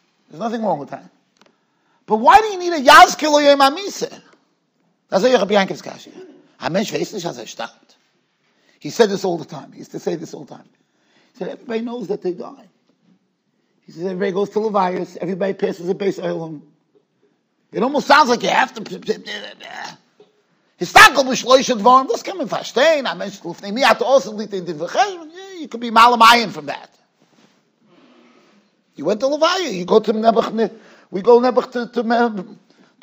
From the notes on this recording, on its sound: Shiur recorded in Yeshivas Ohr Reuven, Monsey, NY.